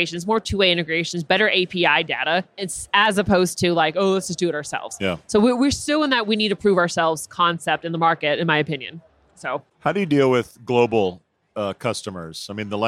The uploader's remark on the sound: Live from UNLEASH America in the Workhuman booth